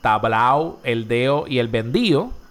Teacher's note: eliminación de la D